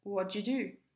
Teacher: So we've got a glottal stop again on what, transforming sounds that make did you sound like did you, and of course a relaxed sound on you.